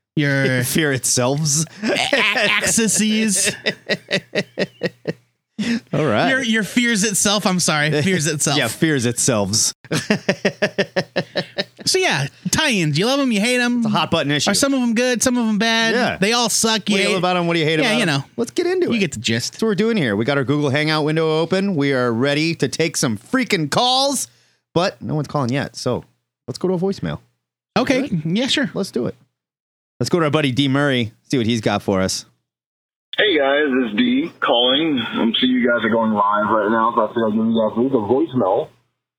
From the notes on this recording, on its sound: The bi-weekly, comic book call-in show where YOU control the topics!